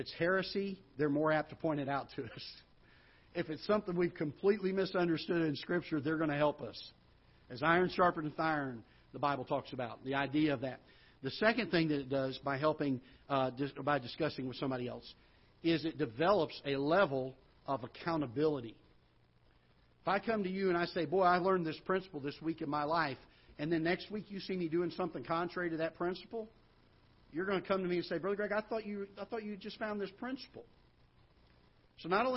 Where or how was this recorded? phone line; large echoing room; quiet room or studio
large echoing room